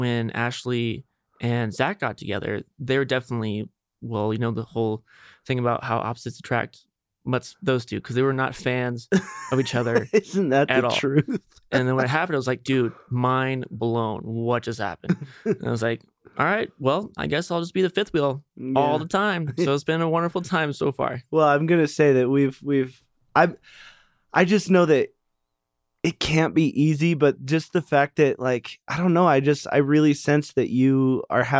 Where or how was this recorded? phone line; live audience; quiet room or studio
quiet room or studio